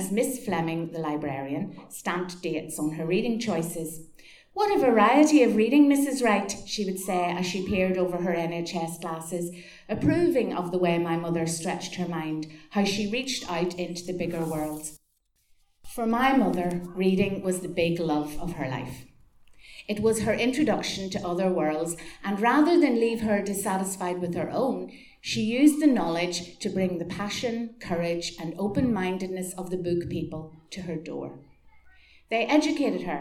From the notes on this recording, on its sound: Tenx9 is s a live storytelling evening held in Belfast's Black Box. Nine people with up to ten minute to tell a true story from their own life.